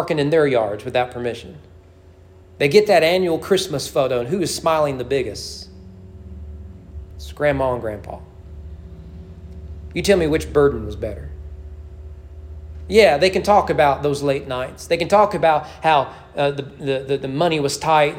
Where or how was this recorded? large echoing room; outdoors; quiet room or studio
large echoing room